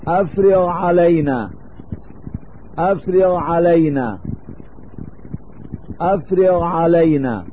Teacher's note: فإن قرب مخرج الغين من مخرج العين يدعو إلى الإدغام